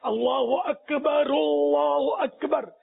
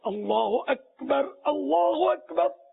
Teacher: را پر ساکن کرے، را کو لام کے ساتھ ضم نہ کرے · Shown in: second take